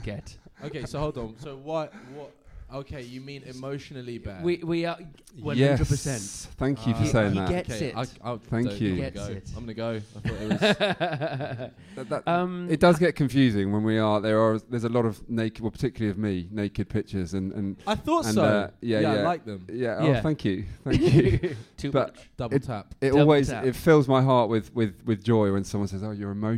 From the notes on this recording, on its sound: Recorded live at Happiful's Podfest for Mental Health.